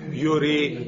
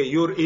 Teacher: हमजा की हरकत किसको दे दी माकबल रा को, और हमजा को गिरा दिया · Shown in: first take · क्या बन गया यूरी, तो इसको यूरी ही पढ़ेंगे, यूर ई पढ़ना जायज नहीं।